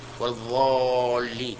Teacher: ينطق بهذه الضاد ضاء مغلظة، أيضا يغلظ، نعم، يملأ فمه منها